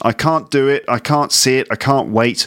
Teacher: In all of those examples, the T in can't disappears, doesn't it?